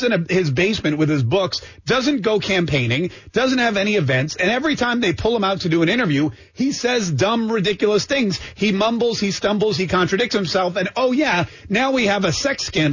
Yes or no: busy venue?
no